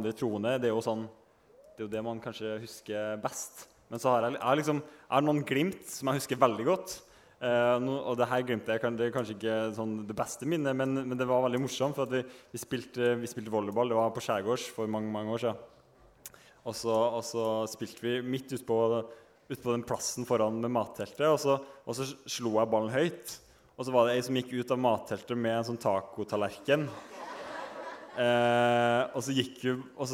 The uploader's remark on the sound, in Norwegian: LIVEPOD fra UL: festival spesial. Første episode av sesong 3 er intet mindre enn live-podden fra UL i sommer.